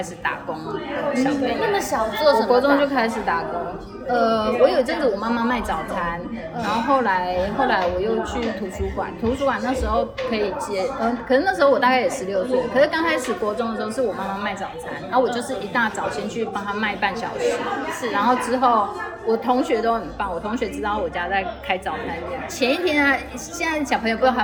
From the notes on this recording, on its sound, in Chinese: 本集錄音現場環境較為吵雜，但內容精彩難以割捨，因此已盡量作最大降噪的處理